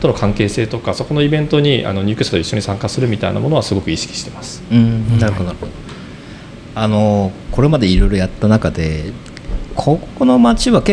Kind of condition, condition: setting, busy venue